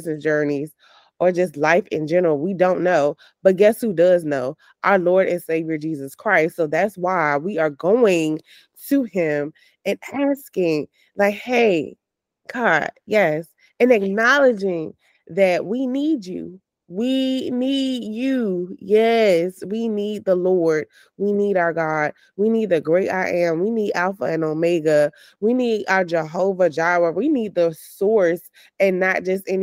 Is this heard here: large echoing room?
no